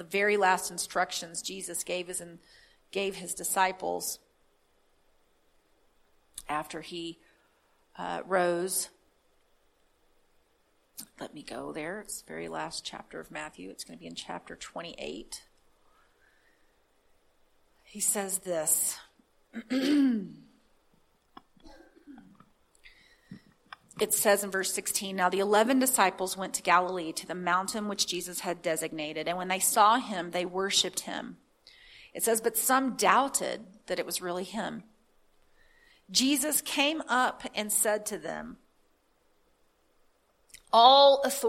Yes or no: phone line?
no